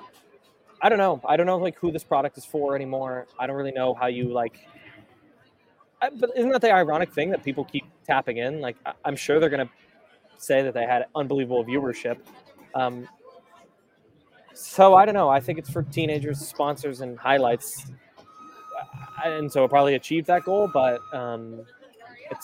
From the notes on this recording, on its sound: The Garden Report goes live from All-Star Weekend!